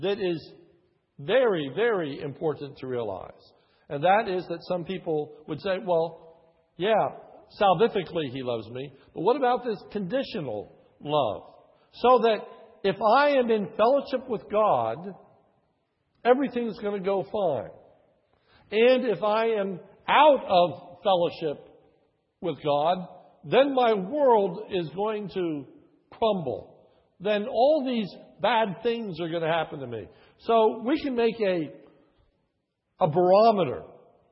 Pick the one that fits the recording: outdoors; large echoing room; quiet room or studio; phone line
large echoing room